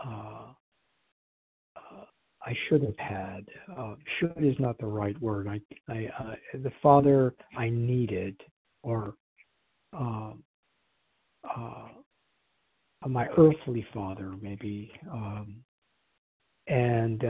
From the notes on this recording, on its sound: qualification from the 100 Pounders Phone Meeting